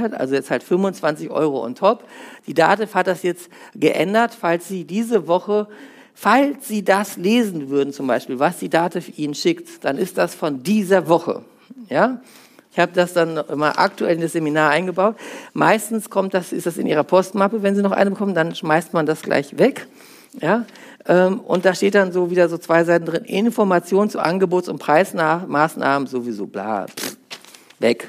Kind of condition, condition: setting, live audience